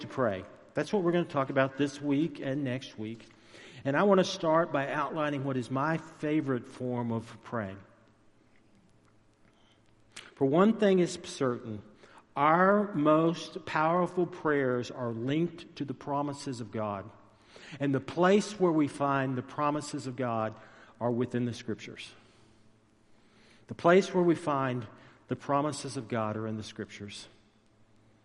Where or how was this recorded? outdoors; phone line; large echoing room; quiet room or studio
large echoing room